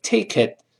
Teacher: 连读了 takeit，连到一块没得 takeit，最后那个 t 失去爆破，就舌尖顶住